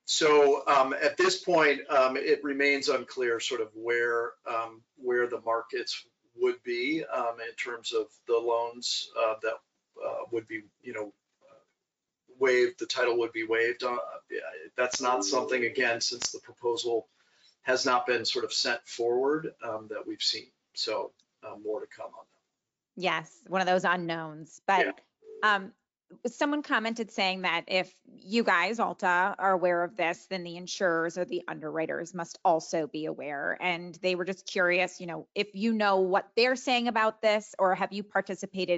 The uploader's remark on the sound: We share our webinar.